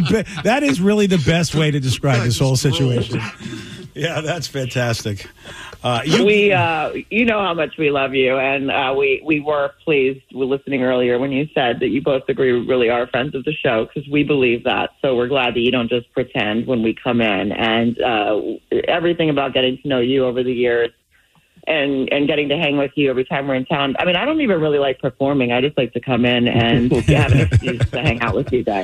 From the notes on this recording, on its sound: call